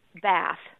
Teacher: some people started speaking with a broad A in words like bath